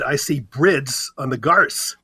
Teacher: 1,500 years ago, I would have said, I see brids on the gars. The two letters within bird and grass switched. It's called metathesis